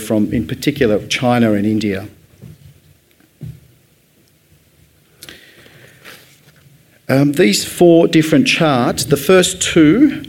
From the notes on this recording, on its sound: AdNews Podcast Live Edition. A special edition of the AdNews Podcast recorded at AdNews Live!